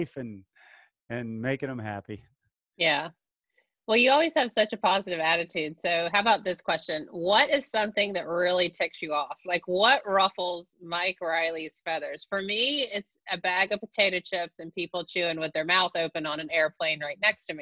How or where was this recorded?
video call